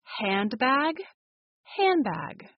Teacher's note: The sound becomes m, a combination of a nasal sound and the labial sound. The d sound is then dropped.